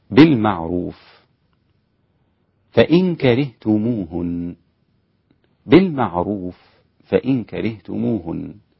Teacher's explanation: أدغم الفاء في الفاء الإدغام الكبير عند الإمام أبي عمرو